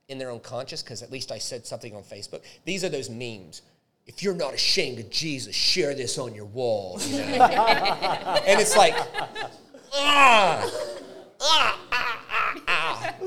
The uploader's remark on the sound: A very special LIVE recorded episode